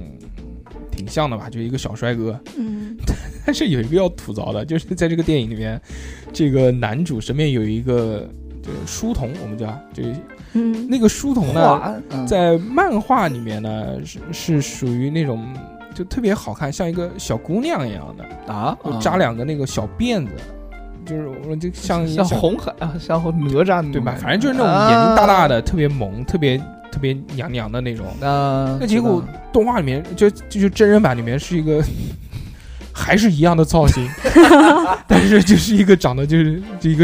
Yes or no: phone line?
no